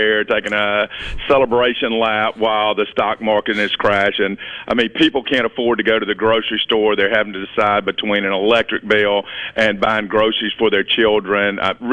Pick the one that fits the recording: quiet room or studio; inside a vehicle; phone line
phone line